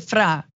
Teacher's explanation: people say fra and they don't say the N. They just say fra and it's really pretty.